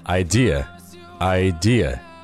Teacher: 这个单词是不需要做出卷舌音的